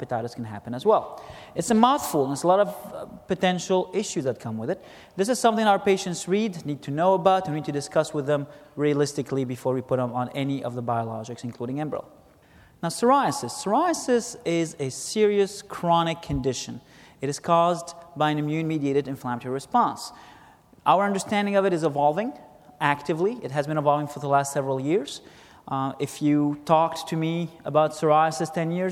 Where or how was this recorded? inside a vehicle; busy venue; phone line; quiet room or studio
busy venue